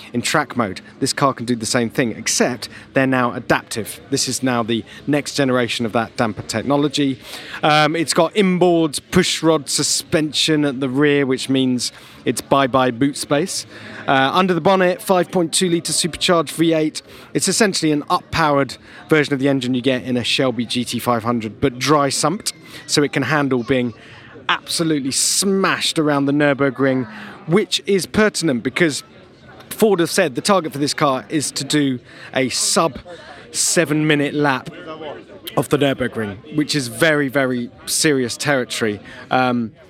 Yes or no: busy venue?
yes